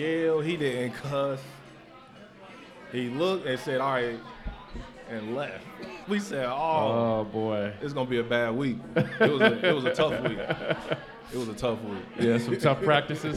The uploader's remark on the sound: LIVE at Mio's